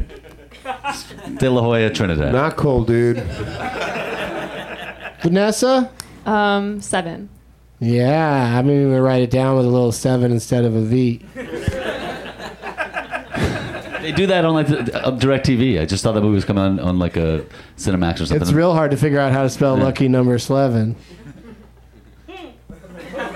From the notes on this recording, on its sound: Back at the UCB Franklin in Los Angeles